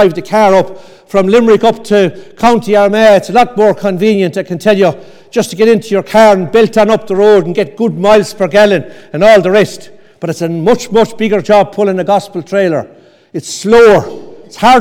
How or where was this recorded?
large echoing room